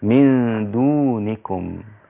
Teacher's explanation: لو طالت كسرة النون في دونكم هتبقى دونيكم